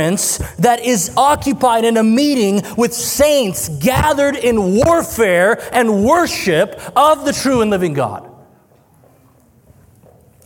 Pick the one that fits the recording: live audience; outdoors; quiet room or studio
live audience